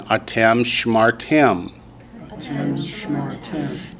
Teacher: Notice the accent has moved to the last syllable. That's why they put the shava under the sheen.